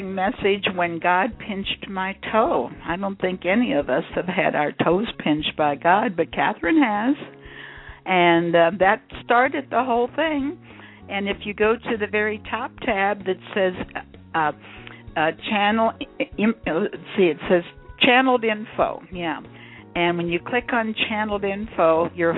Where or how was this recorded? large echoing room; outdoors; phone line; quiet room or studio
phone line